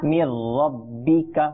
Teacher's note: যখন নুন সাকিনা অথবা তানবিনের পর র লাম আসবে তখন আমরা ইদগাম করব, কিন্তু গুন্না ছাড়া করব।